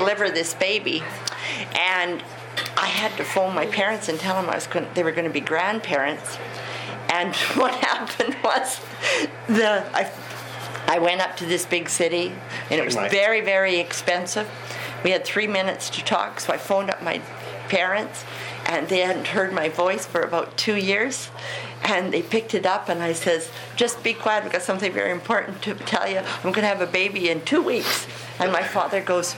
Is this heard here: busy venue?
yes